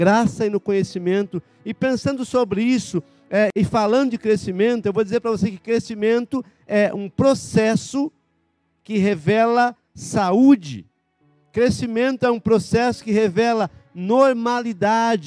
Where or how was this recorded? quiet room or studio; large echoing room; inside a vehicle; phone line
large echoing room